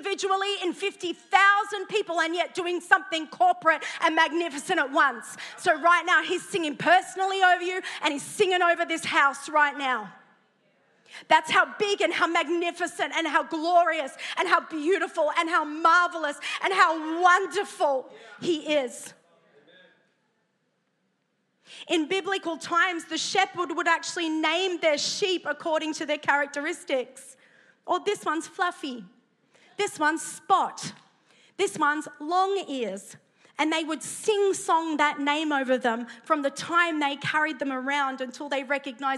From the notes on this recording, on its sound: preached at Neuma Church Melbourne City Location